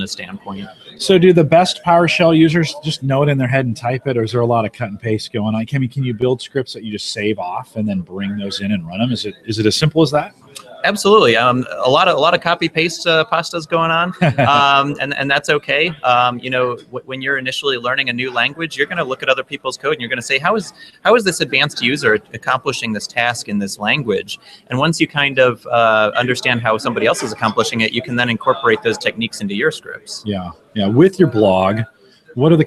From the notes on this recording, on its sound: We are live from the Heartland Developer Conference in Omaha, Nebraska or HDC15.